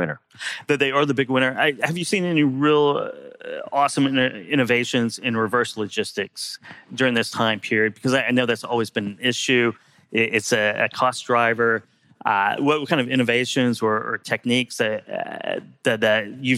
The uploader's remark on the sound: In this fireside chat on day 2 of the Future of Supply Chain Conference in Northwest Arkansas.